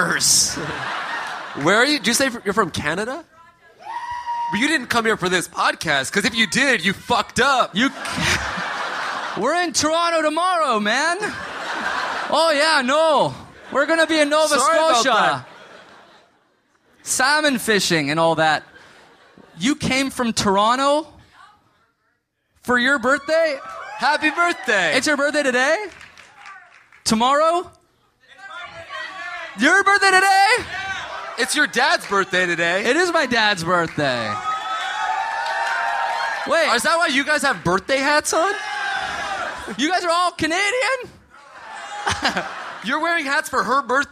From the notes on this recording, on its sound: Live from Austin! Live from Austin, Texas!